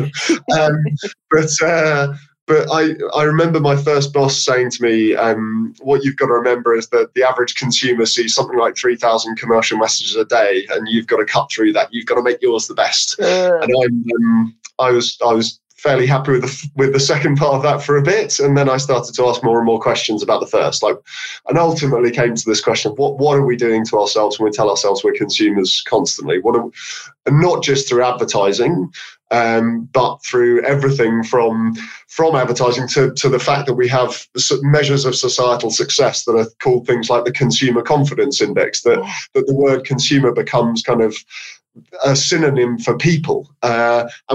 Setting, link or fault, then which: link, video call